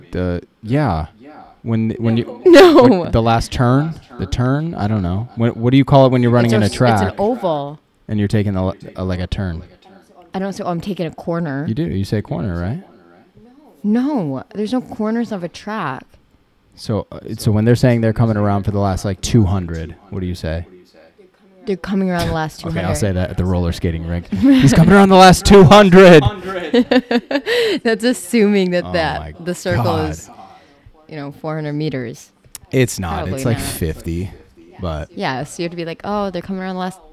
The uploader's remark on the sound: Apologies about the echo. We;re newbies at the editing thing.